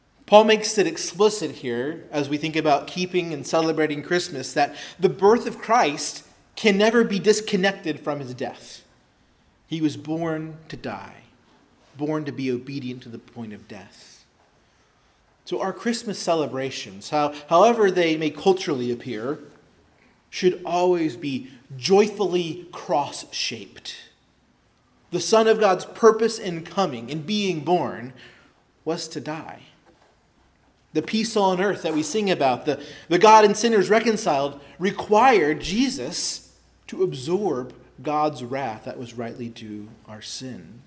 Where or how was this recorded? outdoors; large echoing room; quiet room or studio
large echoing room